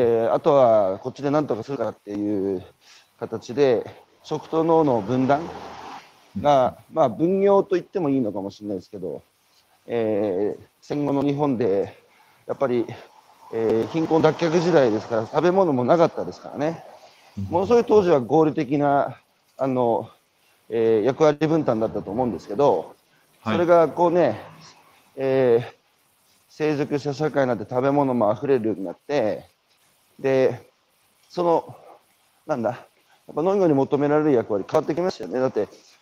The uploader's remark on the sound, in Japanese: 歩きながら1時間、対談する